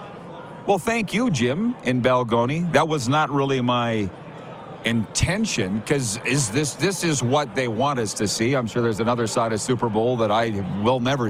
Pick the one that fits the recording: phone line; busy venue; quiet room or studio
busy venue